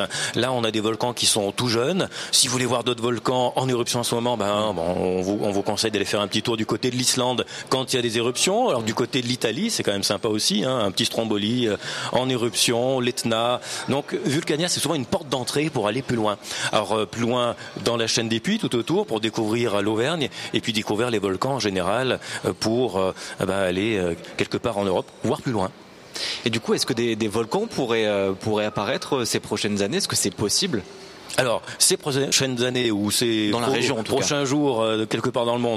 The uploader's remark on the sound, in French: En direct de Vulcania, en Auvergne. Une expérience scientifique en direct.